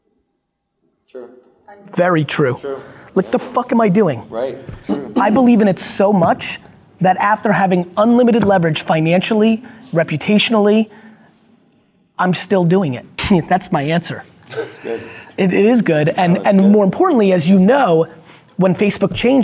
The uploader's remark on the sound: At this private dinner, I did a Q&amp;A with the guests. A VIP Q&A Dinner.